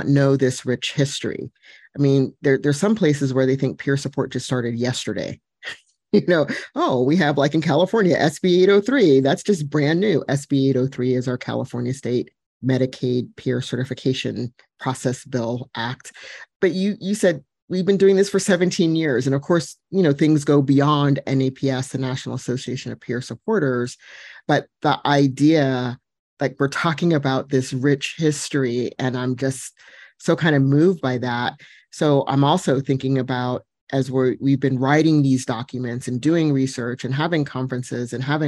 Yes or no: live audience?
no